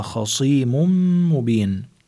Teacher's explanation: خصيم مبين عنا تنوين وبعده ميم، كمان عنا هذا الحكم اسمه إدغام بغنة